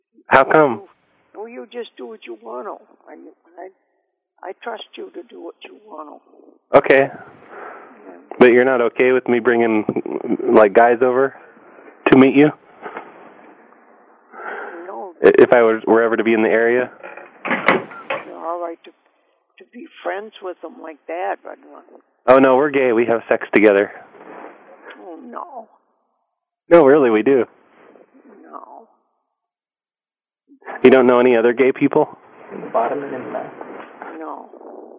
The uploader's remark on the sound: Prank Phone Calls